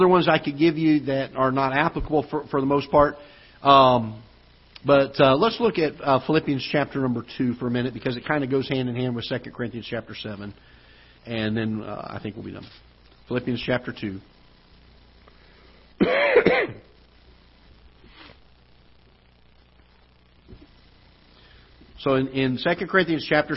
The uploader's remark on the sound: Ketha Heights Baptist Church ~ Live Broadcast